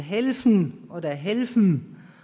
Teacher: Die Endung auf Nasal, wie in helfen oder helfen, konzentriert sich aufs östliche Unterfranken